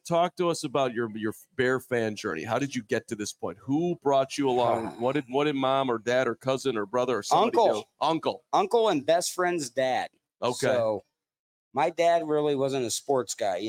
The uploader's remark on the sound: LIVE from Wings and Rings